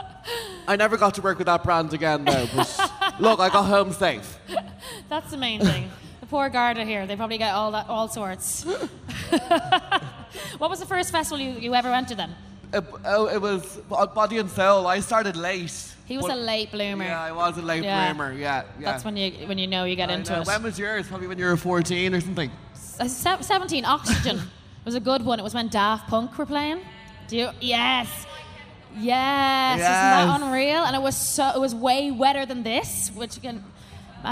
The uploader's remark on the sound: Live Podcast Electric Picnic. Graced the “Ah Hear Now” stage at Electric Picnic 2022 with their first ever cheeky Live show!